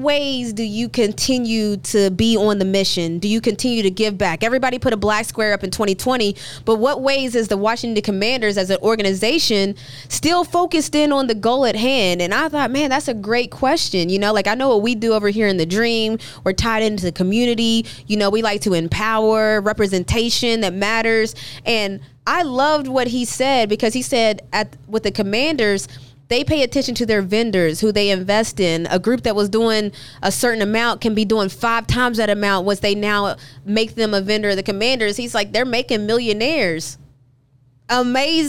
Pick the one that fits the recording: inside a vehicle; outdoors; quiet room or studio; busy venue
busy venue